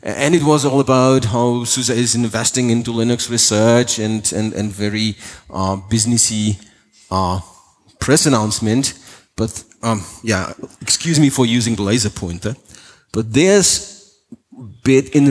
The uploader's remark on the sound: Keynote for openSUSE Conference 2018